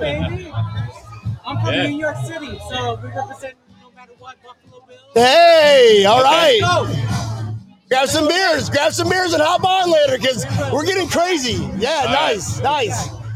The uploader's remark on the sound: Bills Backers Miami hosted a Bills Mafia Appreciation Party this past weekend! Live interview with fans from the Booze Garden!